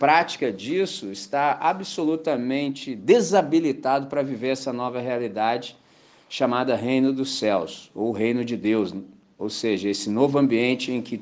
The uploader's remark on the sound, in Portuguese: Gravado na manhã de Domingo, 10 de Dezembro com a Missão Batista em Candelaria, Volta Redonda, RJ.